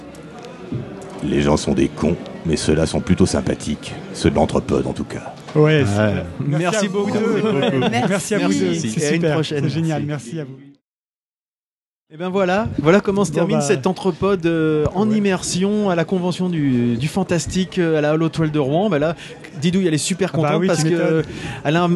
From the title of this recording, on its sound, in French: Au coeur de la convention du Fantastique de Rouen